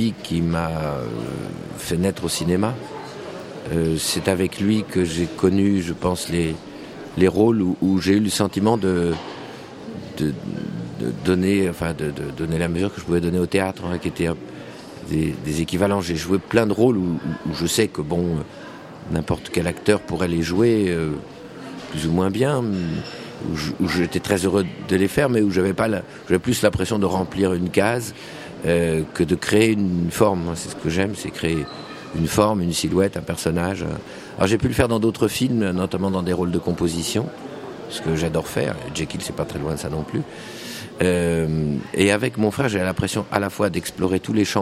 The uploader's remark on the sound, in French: Toute cette semaine, nous sommes installés dans le hall du Centre des Congrès, à l’occasion du festival Premiers Plans.